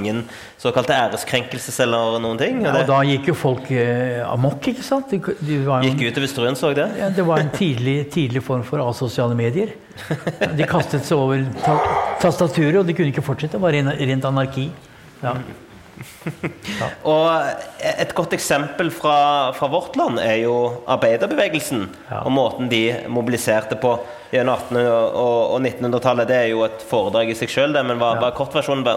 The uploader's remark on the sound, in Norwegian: på Nobels Fredssenter med publikum tilstede.